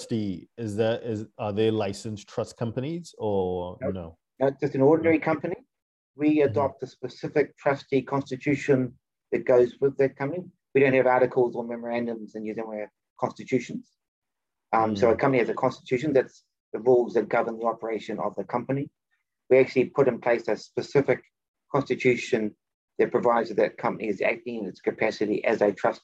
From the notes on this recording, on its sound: For those joining us on Zoom